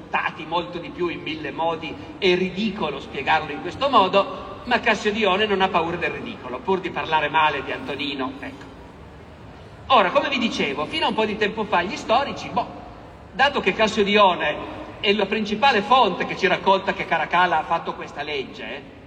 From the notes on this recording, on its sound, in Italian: Roma Storia Festival. Audio registrato in loco.